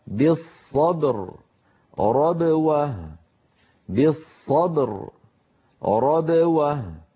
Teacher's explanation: ينحبس الصوت خلف الشفتين ثم ينطلق ويهتز الوتران الصوتيان عند نطق الباء المقلقلة